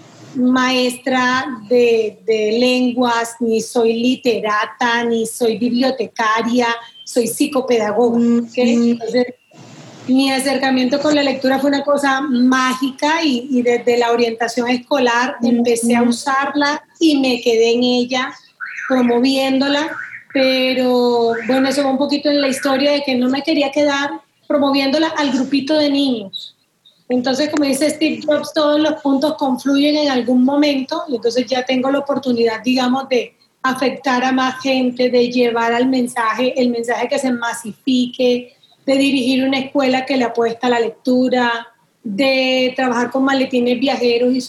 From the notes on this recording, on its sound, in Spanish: Para este episodio estuvimos conversando por ZOOM.